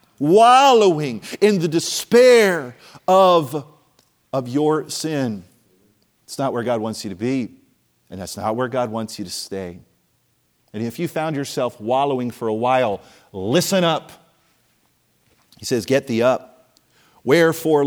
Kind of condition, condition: setting, large echoing room